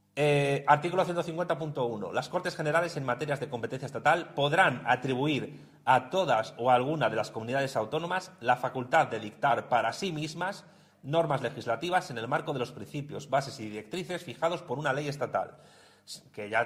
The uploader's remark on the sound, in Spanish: Charla en Gijón organizada por la Asociación Cultural Héroes de Cavitey